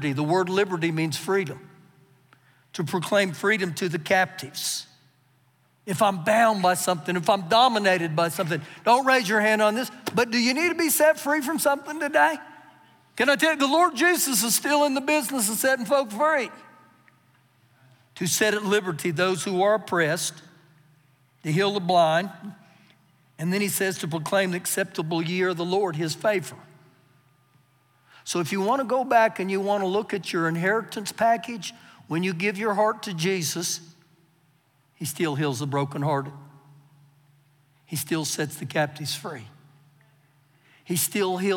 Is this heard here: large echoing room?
yes